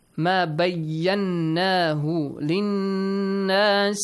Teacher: You have to produce a nasal sound and also for two counts. Yes. Prolong them. · Term: nun mushaddad